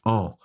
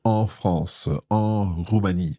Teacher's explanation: Watch what happens with that en sound, because we always think of en as quite a nasal sound. It's kind of back in the nose and the throat.